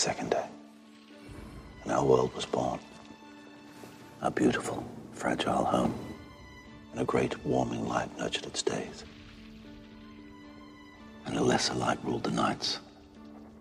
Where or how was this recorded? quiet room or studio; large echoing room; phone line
large echoing room